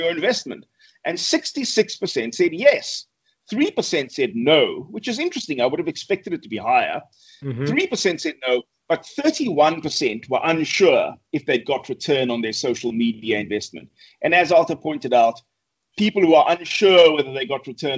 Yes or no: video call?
yes